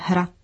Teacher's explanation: Píšeme sice hrad, ale naprosto přirozeně vyslovíme hrad. V češtině jde o zákonitou změnu, kdy se na konci slova mění znělá souhláska na neznělou. · Term: Asimilaci znělosti